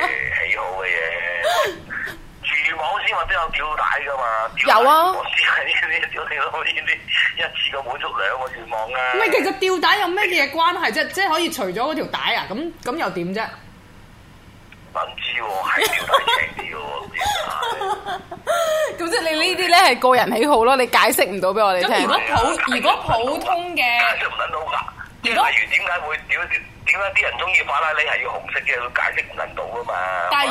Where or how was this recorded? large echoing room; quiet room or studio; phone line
phone line